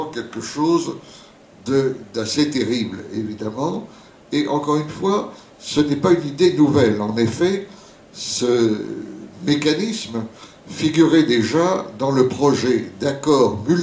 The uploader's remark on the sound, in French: Une conférence en deux parties